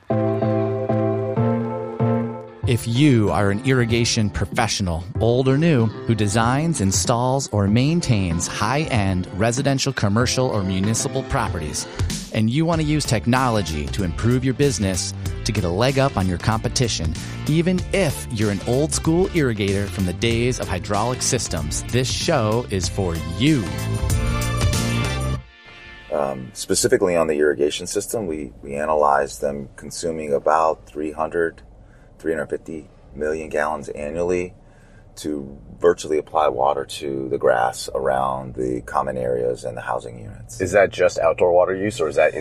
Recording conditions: inside a vehicle